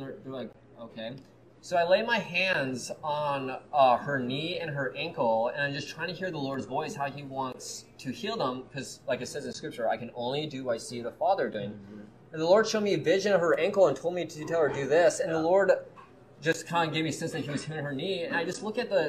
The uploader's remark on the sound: Recorded live at the Banyan Tree Cafe at YWAM Kona, HI so please forgive the background noises.